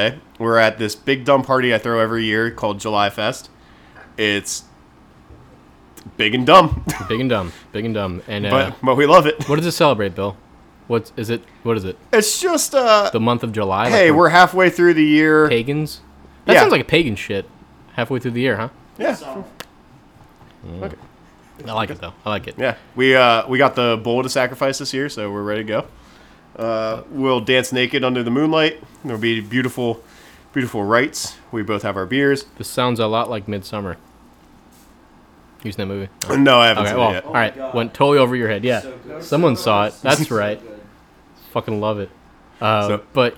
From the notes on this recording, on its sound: This episode was recorded live in Manayunk during Julyfest. Disclaimer: Due to some errors during recording, there is a missing piece of audio during the episode. There is also more background noise than normal due to the live setting.